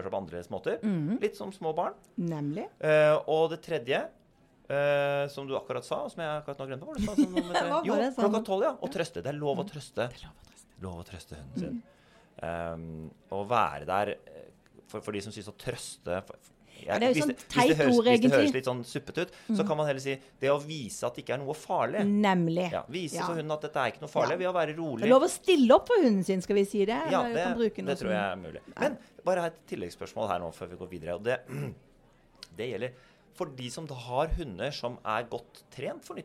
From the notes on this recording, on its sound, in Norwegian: Live julespesial fra Acast sitt studio i "Jul i Vinterland" midt i Spikersuppa i Oslo.